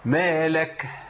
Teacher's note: حاجه تانية، كتير من الناس بيجي عند الكاف الساكنه ويعمل ايه؟ ويعمل همس من مخرج الهاء، يقول ايه؟ مالك.